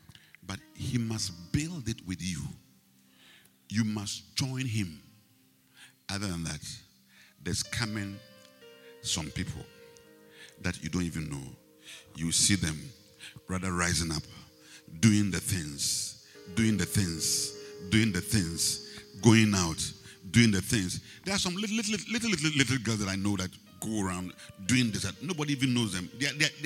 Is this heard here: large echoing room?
yes